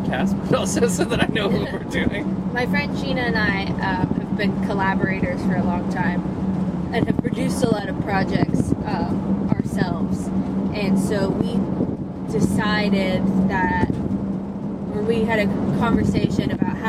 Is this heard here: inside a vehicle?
yes